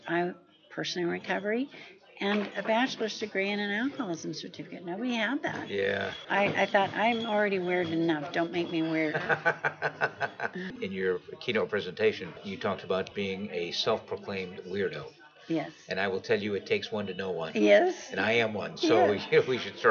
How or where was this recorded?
busy venue